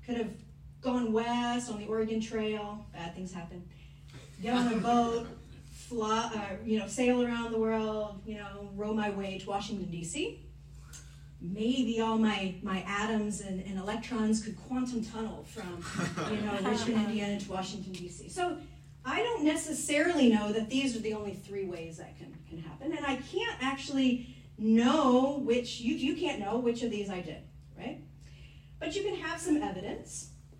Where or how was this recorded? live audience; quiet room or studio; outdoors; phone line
live audience